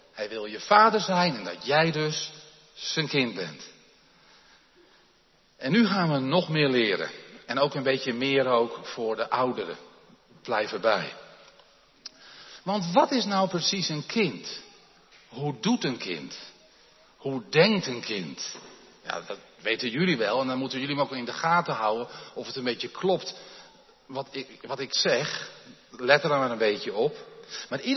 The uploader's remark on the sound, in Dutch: De preek is op 15 januari 2023 opgenomen in de Jeruzalemkerk in Groningen